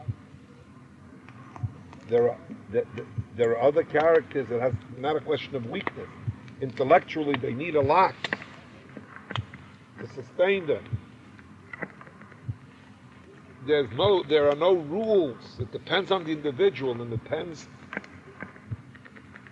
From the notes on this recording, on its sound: Campfire Q&A